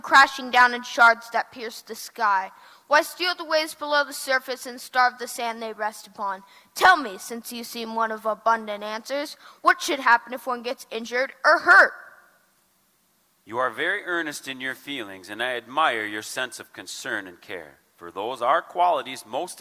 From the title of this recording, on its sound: LIVE from the Holmes Theater in Detroit Lakes